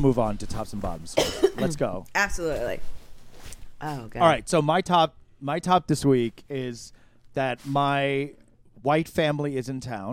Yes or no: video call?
no